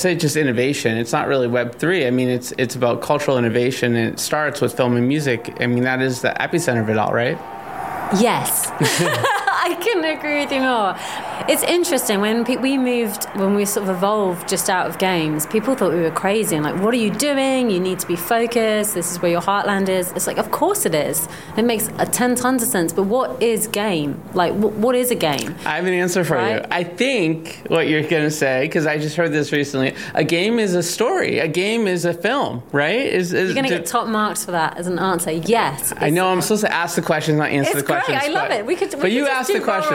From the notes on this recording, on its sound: quick catch-up interview at the Veecon 2023